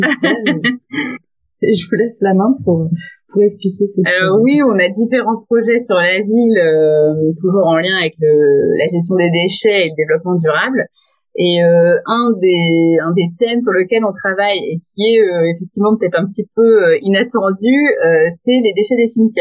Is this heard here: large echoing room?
no